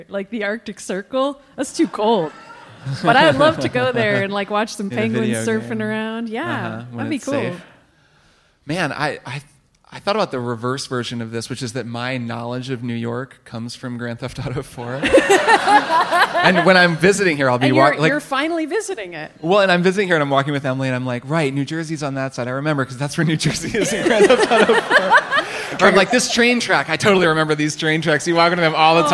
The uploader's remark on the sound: LIVE in Brooklyn! It's the very first TRIPLE CLICK LIVE!!! From the Bell House in Brooklyn. Plus: live Q&A and live One More Things.